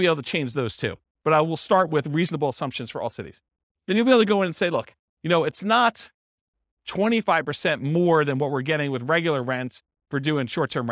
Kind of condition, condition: setting, live audience